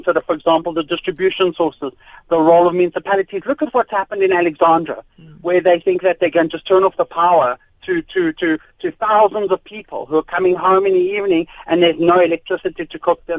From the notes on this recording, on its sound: On the line we are joined